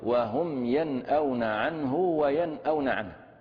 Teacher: الميم ساكنة بالتصادم لا غير، النون كذلك بالتصادم لا غير